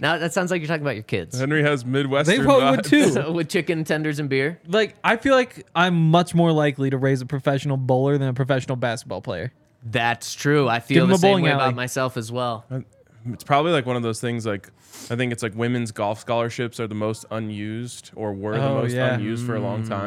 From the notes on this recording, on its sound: Coming to you LIVE from the DNVR Bar.